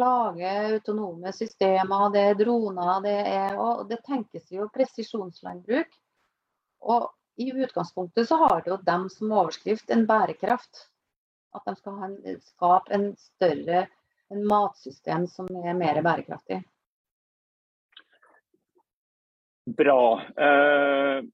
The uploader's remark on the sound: Live Zoom. I denne live-sendingen.